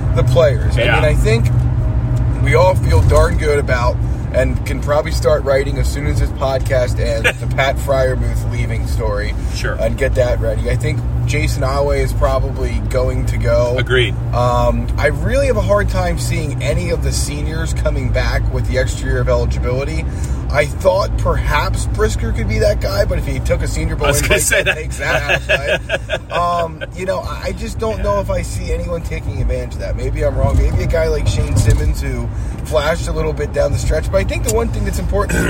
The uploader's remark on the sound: Talk about the latest on the Lions while driving home from Beaver Stadium after the PSU-Illinois game.